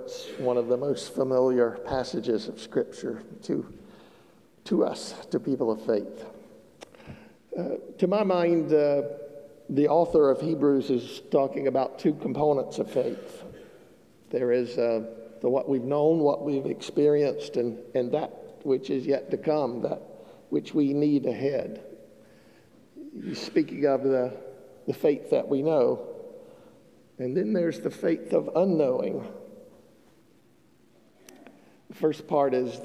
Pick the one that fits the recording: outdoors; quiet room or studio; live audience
live audience